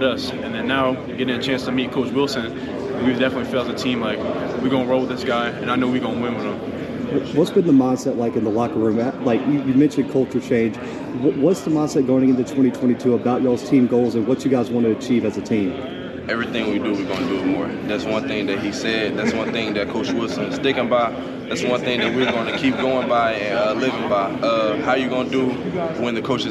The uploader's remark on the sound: The Bluebloods are live from MEAC Media Day in Norfolk, VA.